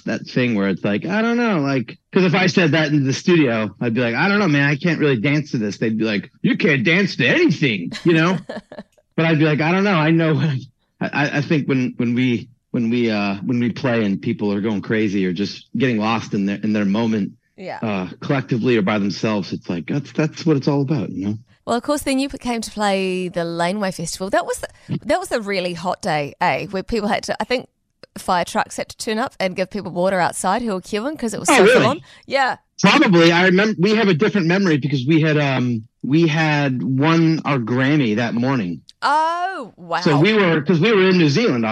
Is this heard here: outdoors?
no